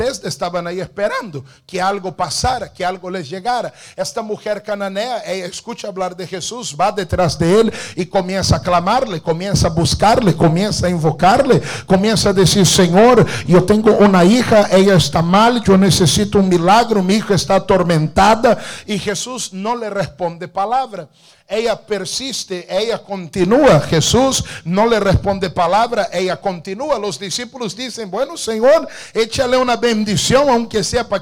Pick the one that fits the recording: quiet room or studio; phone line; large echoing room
large echoing room